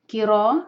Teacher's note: اس کے بعد سفر را کو ہیوی کریں گے اور ہا کا ساؤنڈ واضح کریں گے. کرا را کو دو حرکہ کھینچیں گے اور را کو ہیوی کریں گے، منہ بھر کر را کو ادا کریں گے